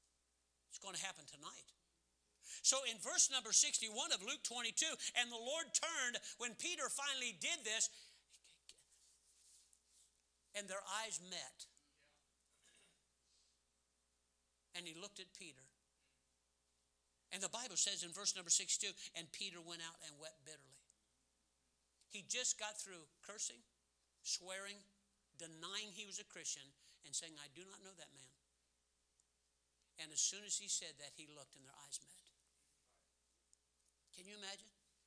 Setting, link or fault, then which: setting, large echoing room